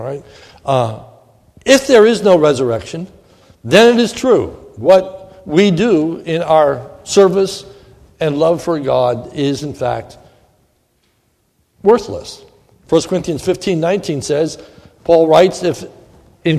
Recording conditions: large echoing room